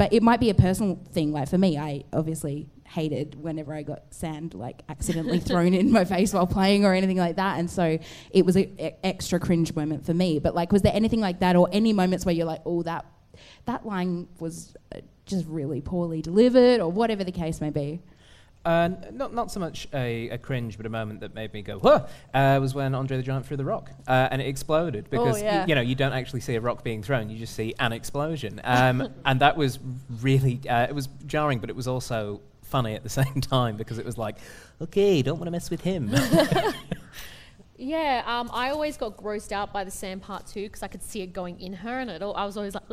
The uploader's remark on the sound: CCUC LIVE! A live studio audience.